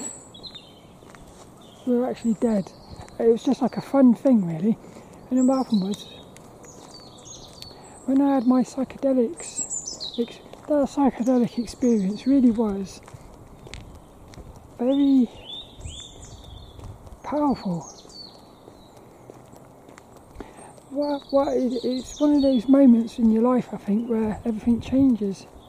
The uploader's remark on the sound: as I walk and talk around Plymbridge Woods